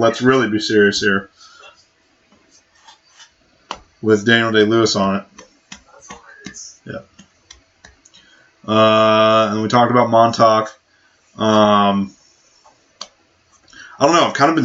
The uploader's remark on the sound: The One With the Terrible Audio